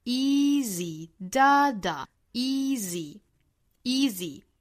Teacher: like car keys.后面 easy to lose.注意 easy 这个词两个元音的这个口型是一样的都是紧张音都是 e, e,后面的 z, z, 语调不一样因为前面一个音节重